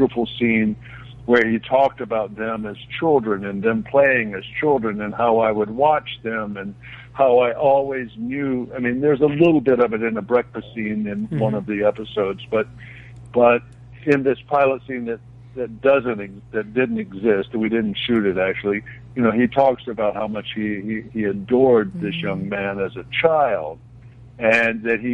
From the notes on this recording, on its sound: Joining the conversation is special call in guest.